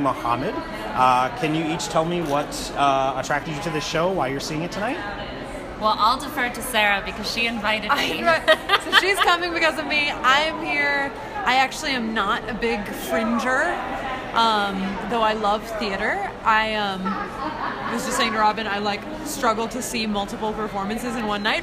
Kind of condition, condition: setting, busy venue